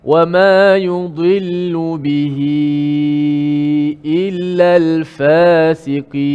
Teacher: Kita baca empat ataupun lima harakat · Term: maksilah tawilah